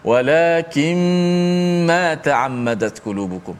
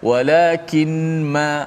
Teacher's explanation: asalnya nun mati walakin jumpa dengan mim nun tu masuk dalam mim walakin tutup mulut terus senang · Shown in: first take